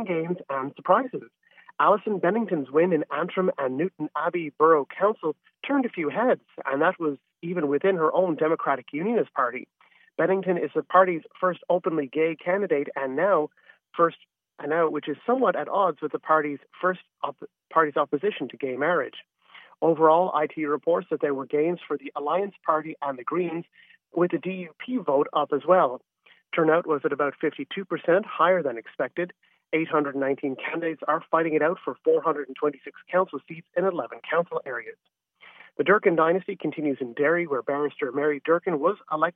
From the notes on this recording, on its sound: Is on his own in studio but joined by a few guests via phone. Calls from Ireland. Rings in from NY.